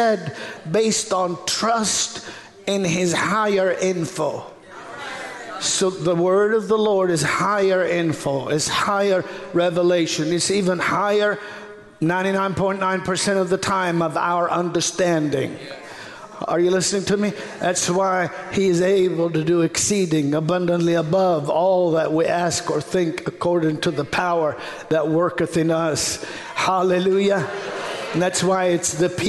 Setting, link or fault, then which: setting, large echoing room